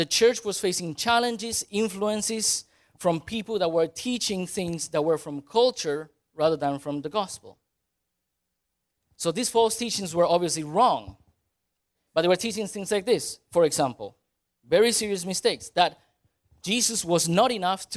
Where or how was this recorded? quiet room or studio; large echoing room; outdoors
large echoing room